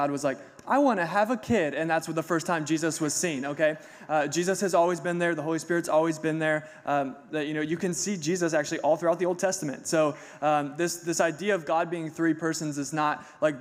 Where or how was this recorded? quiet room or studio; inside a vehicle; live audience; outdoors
live audience